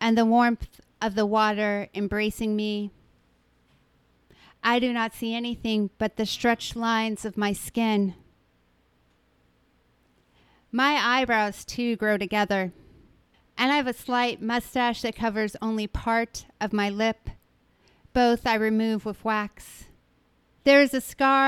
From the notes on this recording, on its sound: Outrider Live. In this live episode.